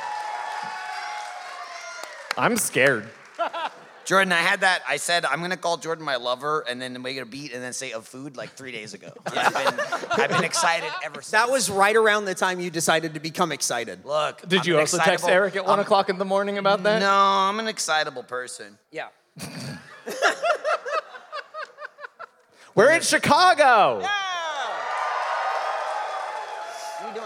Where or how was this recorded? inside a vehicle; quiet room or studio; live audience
live audience